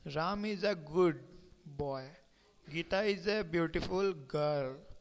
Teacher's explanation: pitch in voice is at a high level and falls down towards the end. The falling pitch is shown by the sign arrow. · Term: Tune first